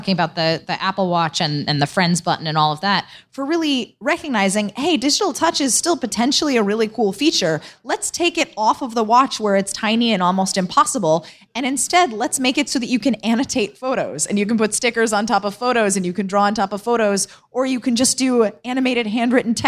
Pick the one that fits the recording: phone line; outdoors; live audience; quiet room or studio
live audience